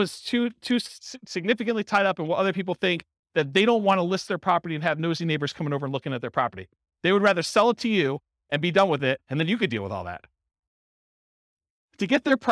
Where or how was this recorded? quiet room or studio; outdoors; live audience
live audience